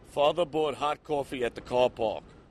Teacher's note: So he's got the R-lessness that he's dropping. He's got the distinction between hot and coffee, right, which all New Yorkers have.